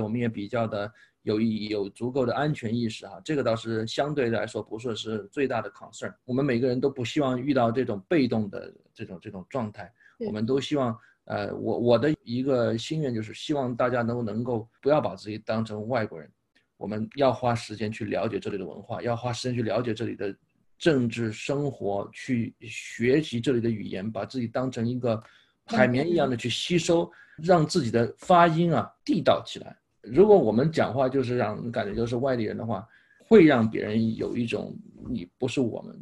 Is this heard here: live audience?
no